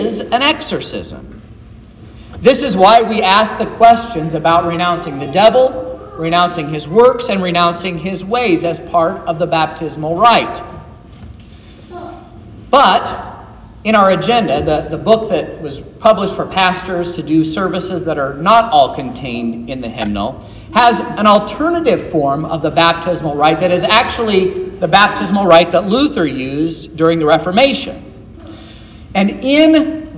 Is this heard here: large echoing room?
yes